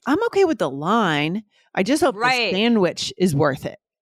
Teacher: we're putting the emphasis on line and sandwich.